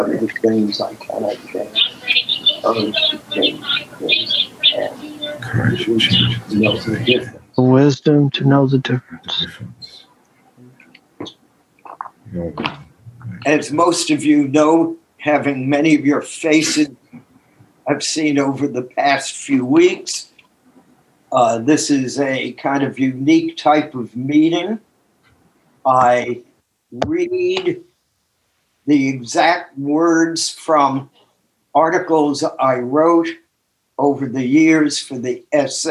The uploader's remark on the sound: took us on a zoom journey